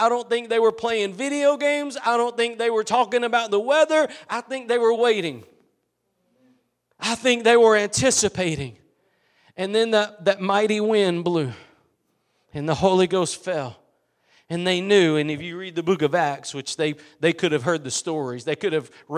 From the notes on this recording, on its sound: Preached at Gospel Lighthouse in Bossier City, La.